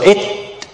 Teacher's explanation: the sound is stopped. This is the shidda, and then the breath released, and this is the hams. So releasing the breath after stopping the sound gives the letter of ta its identity.